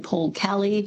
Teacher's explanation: over the last 30 years, Melbournians pronounce some E's as A's, as in Paul Kelly, Melbourne